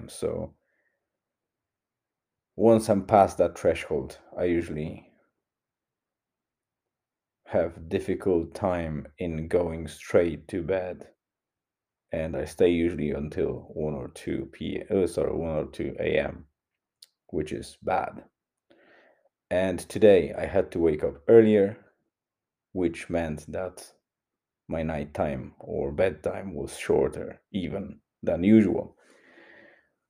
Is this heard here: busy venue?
no